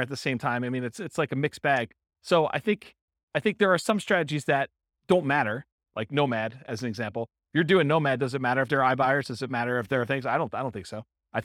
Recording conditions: live audience